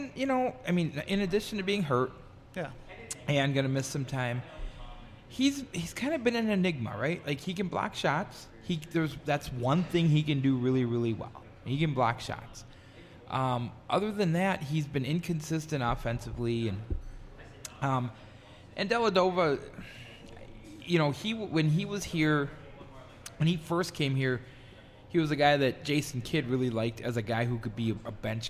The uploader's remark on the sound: We are LIVE from Bierock on Tuesday night